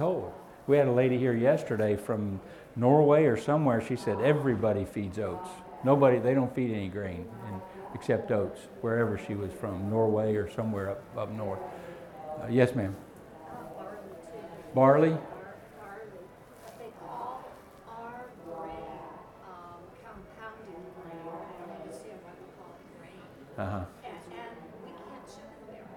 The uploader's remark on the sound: Seminar/Discussion recorded live from the Fall 2017 Equine Affaire in Springfield MA.